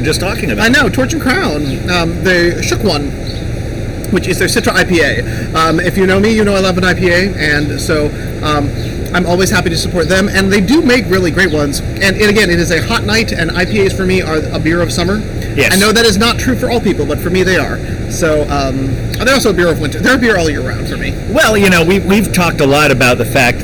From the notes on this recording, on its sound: Live from the back yard at the Bier and Cheese Collective.